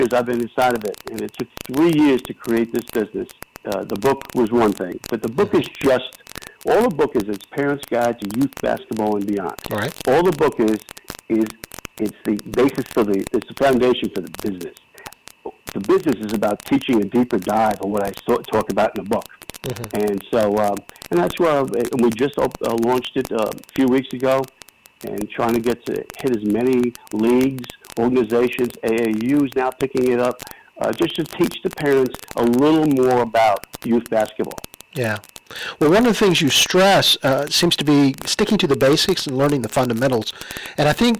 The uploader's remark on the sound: A phone interview